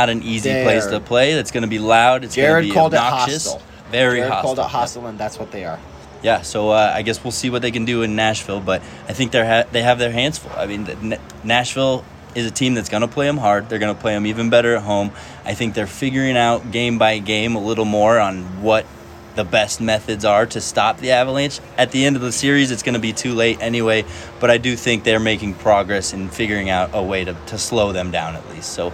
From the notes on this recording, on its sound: live at Ball Arena